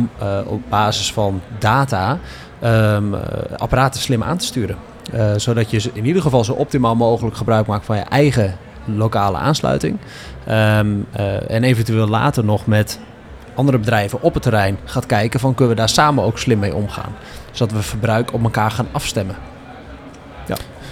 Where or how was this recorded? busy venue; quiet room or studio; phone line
busy venue